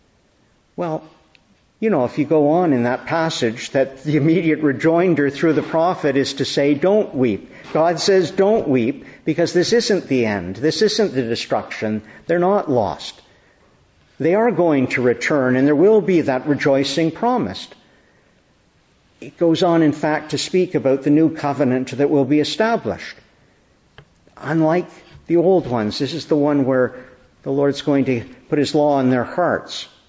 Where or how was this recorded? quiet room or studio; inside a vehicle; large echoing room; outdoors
large echoing room